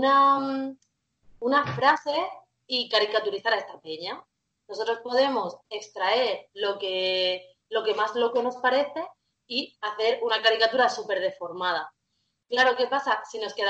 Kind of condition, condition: link, video call